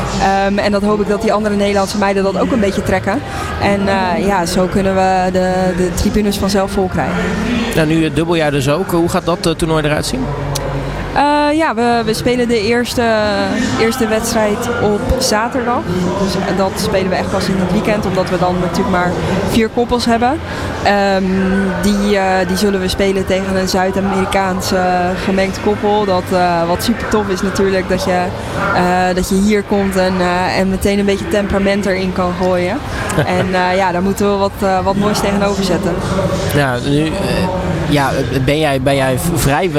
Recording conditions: busy venue